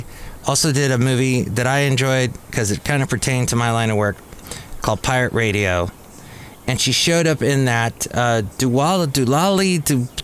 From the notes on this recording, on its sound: podcasts live from Café Anyway